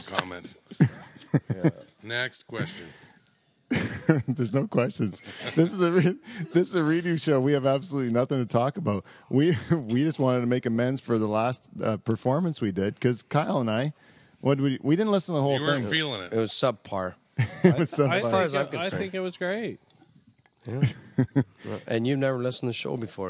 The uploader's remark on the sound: this time we try to do it better with an audience